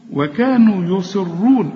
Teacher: وكانوا يصي آخر درجات التفخيم، وكانوا يصرون، والراء مدام مضمومة فخمها · الصاد هنا آخر درجات التفخيم